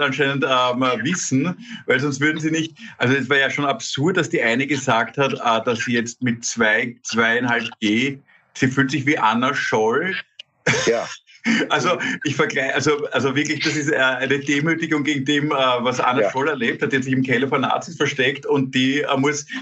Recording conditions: video call